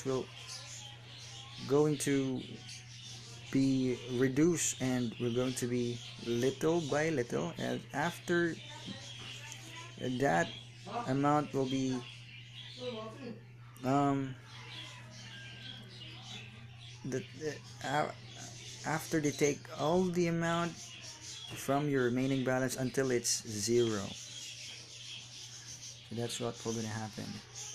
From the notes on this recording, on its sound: sorry for the background noise its my ceiling fan